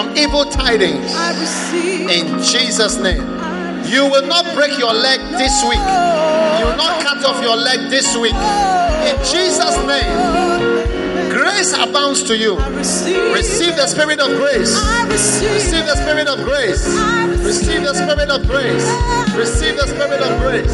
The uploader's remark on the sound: Preached at the First Love Center, Accra.